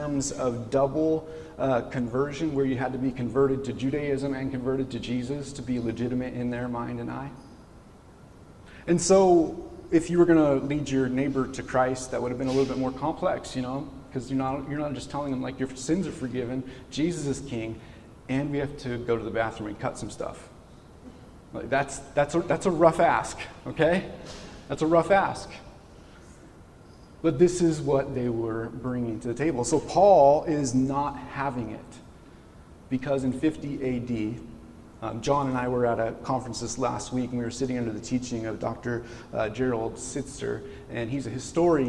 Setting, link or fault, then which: setting, large echoing room